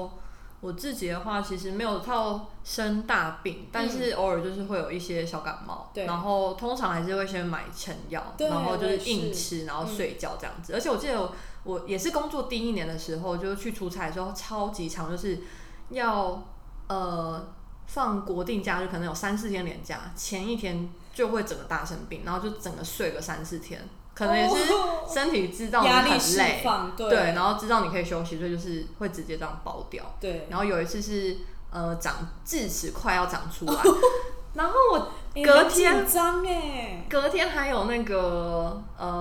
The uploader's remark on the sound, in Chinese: 這集因為錄音器材的關係有些雜訊還請各位聽眾多包涵